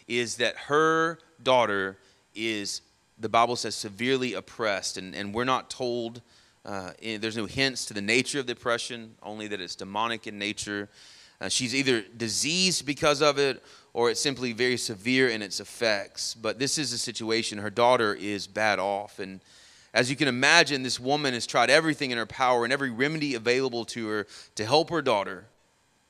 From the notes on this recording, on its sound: Sermon audio from our morning service